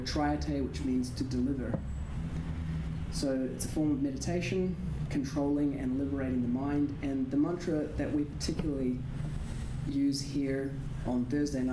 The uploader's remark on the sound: Kirtan live at The Loft in Auckland, New Zealand.